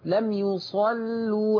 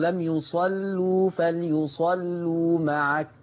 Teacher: فانتبه إلى ترقيق اللامات لأنها هنا مضمومة فقدت الشرط. بين الترقيق، لم يصلوا فليصلوا معك.